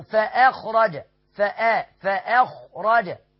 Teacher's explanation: الهمزة مرققة. والخاء مفخمة.